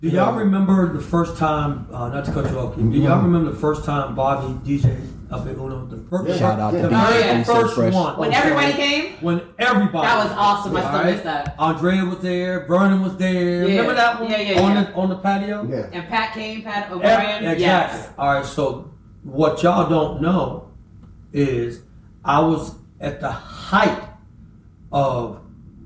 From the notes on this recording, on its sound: We apologize for the sound quality of the recording as the wrong input on the computer was selected